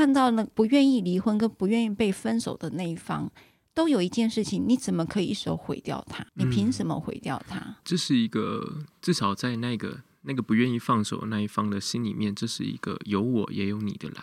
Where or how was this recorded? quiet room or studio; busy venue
quiet room or studio